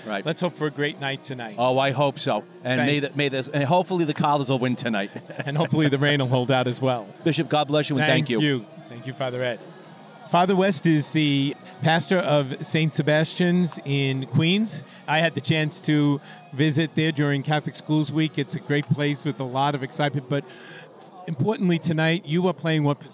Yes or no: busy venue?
yes